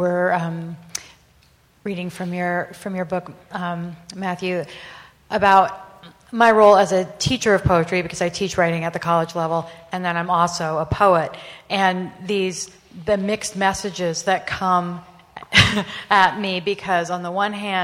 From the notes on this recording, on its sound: PODO Live. LIve in front of an audience in the Woodman Center at the Moses Brown School in Providence, RI.